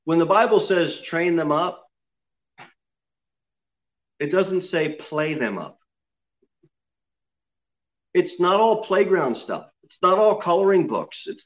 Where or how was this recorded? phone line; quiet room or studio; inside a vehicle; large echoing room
large echoing room